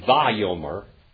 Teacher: it would be Vayomer in modern Hebrew, wouldn't it? Va instead of wa.